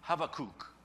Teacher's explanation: Because in Hebrew, it's this CH sound that's kind of a guttural sound that we don't really make in English. So we English speakers would say it wrong anyway.